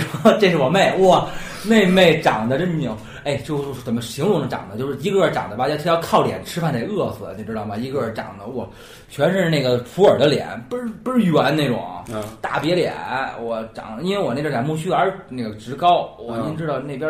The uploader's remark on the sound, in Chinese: 人声部分是用录音机外录的，所以听上去可能有些辽阔